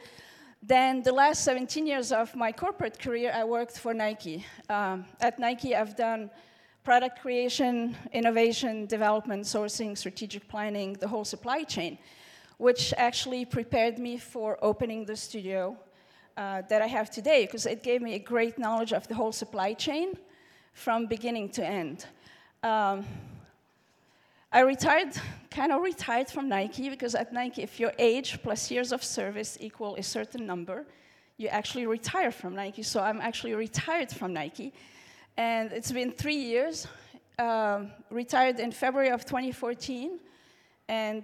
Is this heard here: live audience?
yes